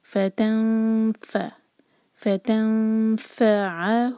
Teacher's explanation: نون پر اخفاء اور ایسے اخفاء کہ ہماری زبان جو ہے فا کے لیے تیار ہو، ہمارا منہ جو ہے فا کے لیے تیار ہو.